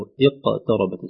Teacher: البعض يقول اق يضم القاف عند القلقلة، نقول له اقتربت لا ضمة ولا فتحة ولا شيء